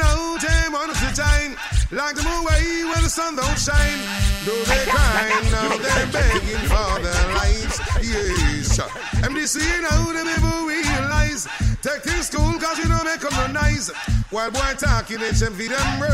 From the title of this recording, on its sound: Rub A Dub June 7th 2015 at Fusion Cafe Davie Florida